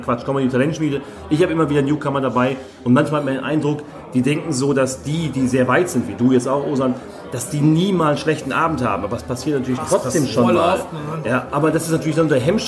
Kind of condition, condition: setting, busy venue